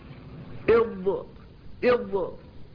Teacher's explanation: الصفة الخامسة من هذه الصفات الانفرادية هي الاستطالة، وهي صفة الضاد، والمقصود بها الاستمرار في المخرج إلى نهايته، من أوله إلى نهايته. فالضاد تبدأ في الخروج من حافة اللسان من مائل الأضراس وتستمر إلى مخرج اللام، إض، فتستمر استمرارا، هو الذي يسمى بالاستطالة.